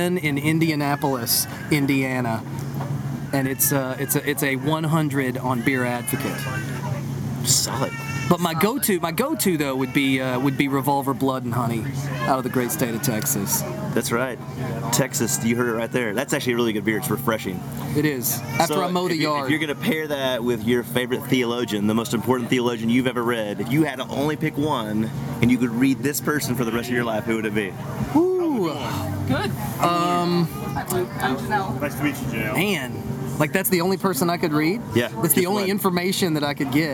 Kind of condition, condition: fault, background noise